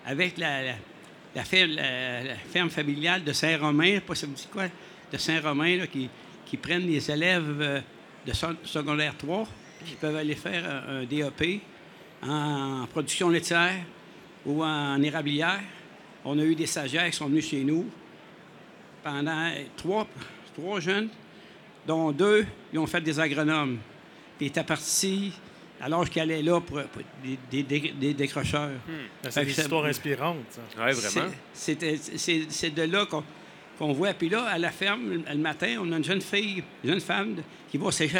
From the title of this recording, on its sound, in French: Le Son de la Terre au Salon de l'agriculture